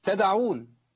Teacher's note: أنت ما عملتش الفتح بقى، أنت فتحت، فالدال بعد ما هي ساكنة ما هي ساكنة ممالة للفتح بقت محركة بالفتح، بقت إيه تدعون، تدعون يعني تتركون، تدعون لابد من القلقلة لكن ما افتحش الحرف المقلقل